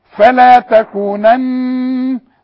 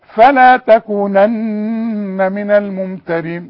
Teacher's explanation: النون اللي عليها الشدة عند الوقف وعند الوصل تغن